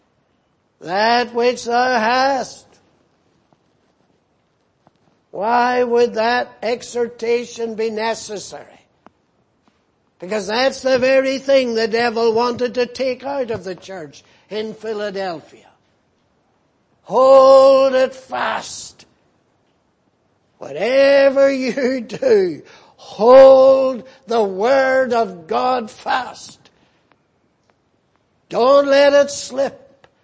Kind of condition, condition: setting, large echoing room